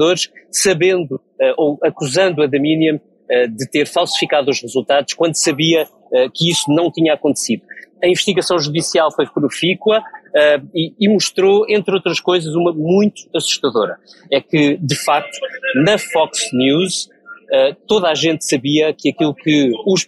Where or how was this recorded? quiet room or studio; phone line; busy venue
busy venue